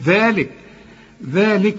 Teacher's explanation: في ألف بعد الذال علشان تطلع لسانك وتمد ألف كاملة